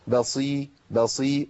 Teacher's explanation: بصير لا، ما فخمش الباء لأن الباء حرف مرقق. بصير بصير، والصاد مكسورة عندي فهي ليست قوية بالقوة اللي بيتمثل فيها الحرف في حال حركة الفتح أو الضم. يعني الصاد لما تكون مفتوحه ومضمومه تبقى قويه جدا، لكن لما تكسر تبقى ضعيفه، لكن ضعفها مش كبير لكنها ضعيفه.